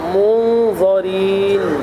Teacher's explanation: وهنا مفخمة فقط الظاء أما الراء مرققة